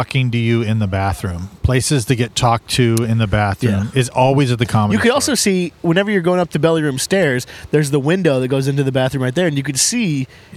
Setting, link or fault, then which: setting, outdoors